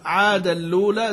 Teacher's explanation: بنقل حركة الهمزة المضمومة إلى اللام وإدغام تنوين عادن فيها وصلا، فإن وقف على عادن وابتدأ بالأولى جاز له النقل مع الإثبات، جاز له النقل مع إثبات همزة الوصل وعدمها وتركه.